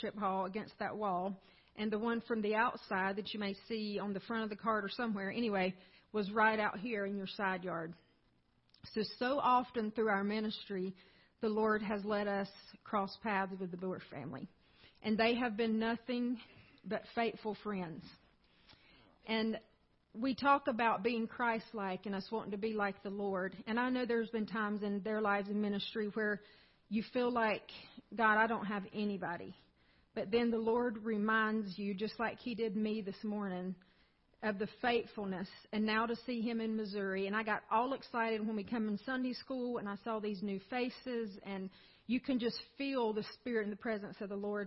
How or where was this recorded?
large echoing room